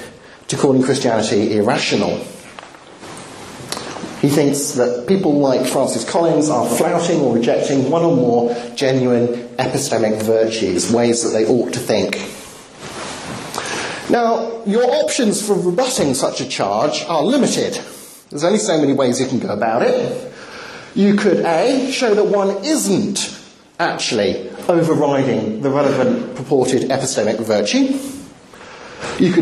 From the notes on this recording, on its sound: Talk with Q&A, Birmingham University